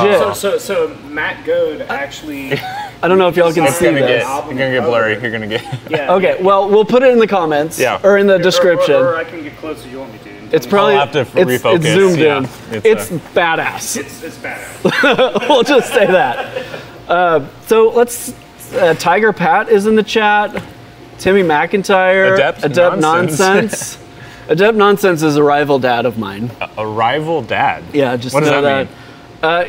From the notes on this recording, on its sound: We stream this live from Elk Valley in Oklahoma City, Oklahoma with a live audience.